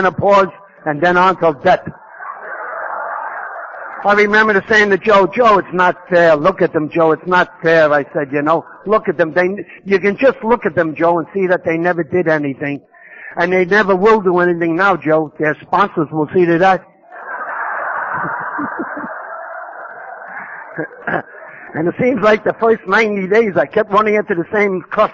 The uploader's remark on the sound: telling his story at Kailua, HI conference in 1996.